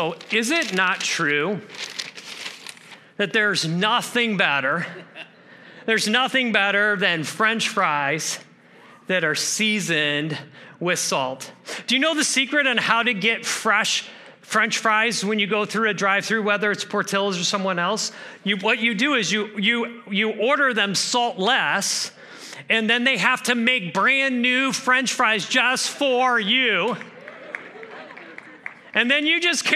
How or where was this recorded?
large echoing room